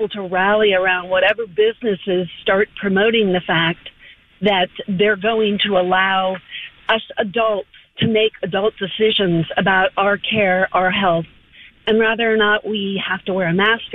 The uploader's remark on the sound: A spicy phone call